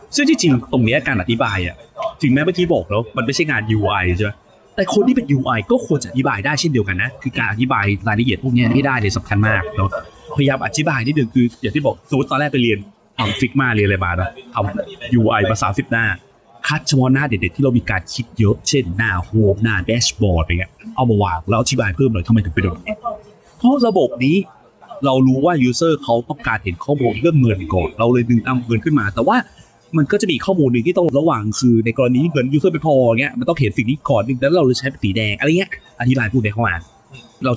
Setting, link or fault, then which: fault, background noise